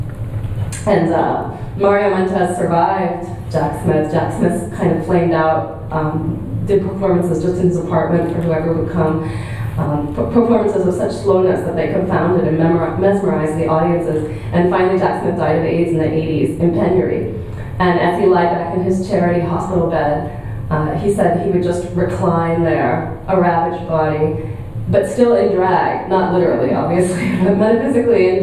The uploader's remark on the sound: at the Worlds Literature Festival Salon: Monday 19th June 2011